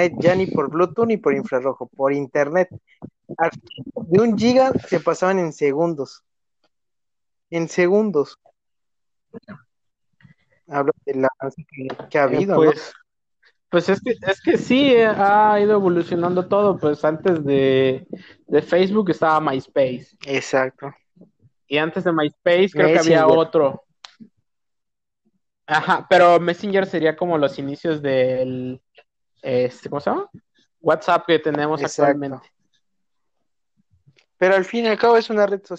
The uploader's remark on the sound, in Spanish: se Ira mejorando el audio